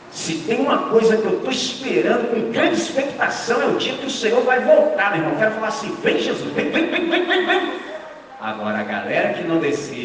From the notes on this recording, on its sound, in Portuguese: Com os estudantes do 6°, 7° e 8° ano do Colégio Batista Brasil unidade Volta Redonda, RJ.